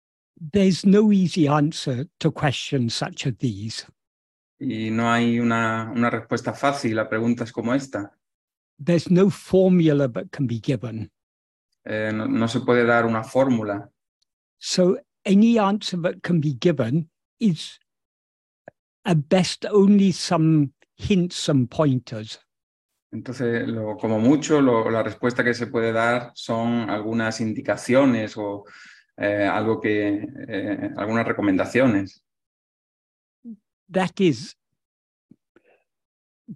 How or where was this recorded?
video call